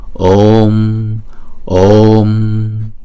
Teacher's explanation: Chữ này là chữ O, là chúng ta phải đọc kéo dài hai nhịp. Ôm, ôm. Chứ chúng ta không đọc đóng liền chữ O lại là ôm, ôm.